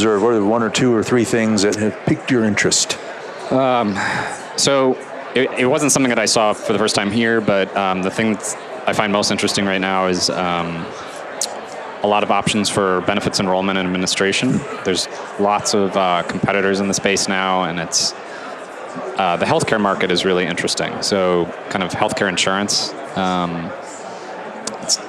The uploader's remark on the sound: LIVE from Las Vegas, at #HRTechConf